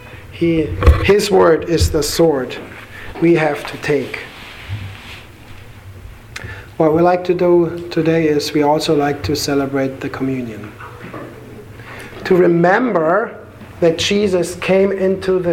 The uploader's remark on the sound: Sermon delivered to the Galena Bible Church